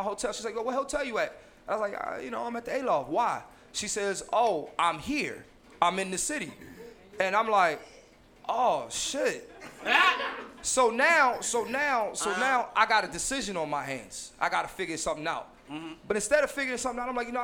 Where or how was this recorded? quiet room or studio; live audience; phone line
live audience